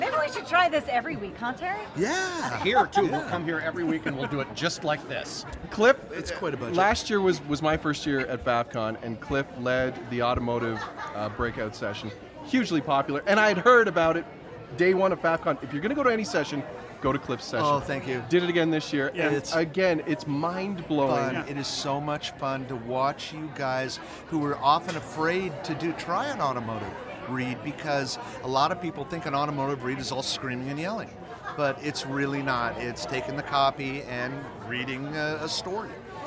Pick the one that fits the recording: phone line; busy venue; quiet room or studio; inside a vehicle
busy venue